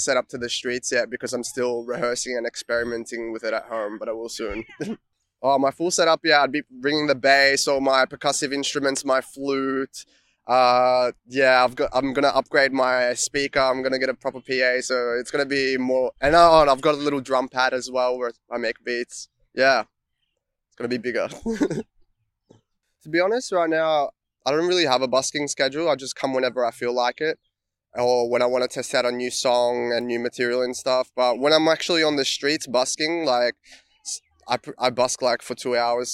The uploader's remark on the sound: Interview recorded on April 15, 2022 (Alexandra Gardens by the Yarra River, Melbourne Central Business District)